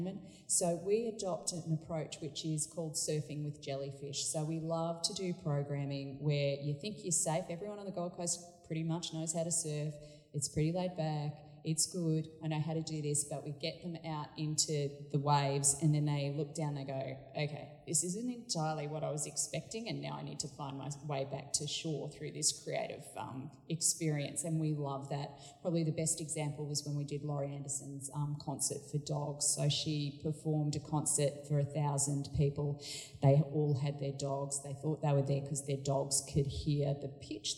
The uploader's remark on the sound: This podcast has been recorded at Communicating the Arts Sydney 12-14 November 2019.